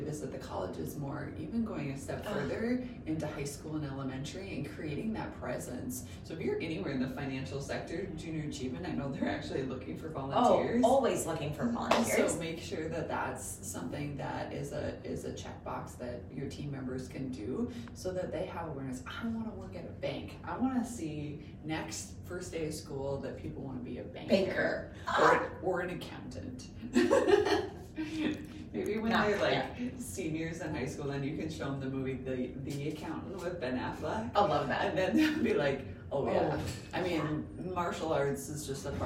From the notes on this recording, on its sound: live from the Courtyard by Marriott this morning before the FMWF Chamber's Eggs & Issues today